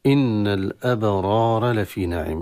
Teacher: إن أولا في النون المشددة كما يعلمه أهل التجويد حكمها الغنة بمقدار حركتين، سواء قرأنا إن وصلا أو إذا وقفنا على إن في حالة الاختبار أو الاضطرار. إن الأبرار لام التعريف هي الأبرار، تظهر عند الهمزة كحكم من أحكام الإظهار للام التعريف، وهذا الإظهار له مسمى خاص يسمى إظهار شمسي.